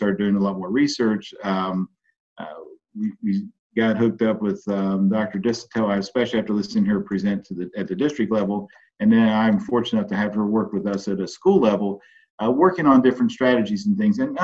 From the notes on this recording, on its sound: I got to sit down (via Zoom)